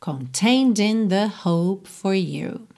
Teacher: você vai usar o D para ligar no in